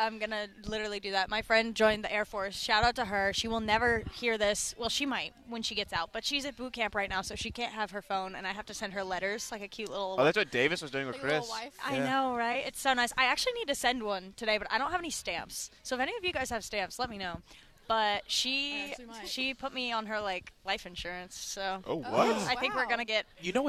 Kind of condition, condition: setting, busy venue